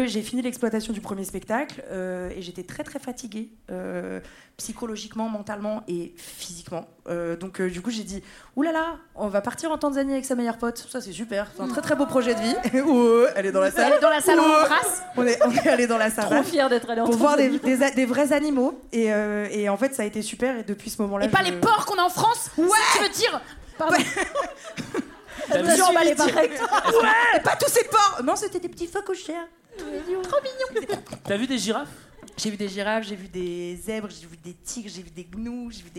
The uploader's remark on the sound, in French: une soirée en live au Café de la Danse, devant 250 personnes